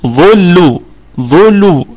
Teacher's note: الضاء في الدرجة الثالثة من درجات التفخيم لأنه مضموم وليس بعده ألف، ونراعي ترقيق اللام التي تلت حرف الضاء